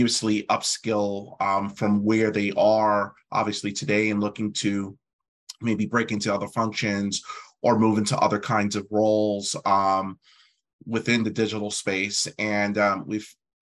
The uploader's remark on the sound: Is a recording from a live webinar. The first 30 minutes is the presentation, and the next thirty minutes are live Q&A from the audience.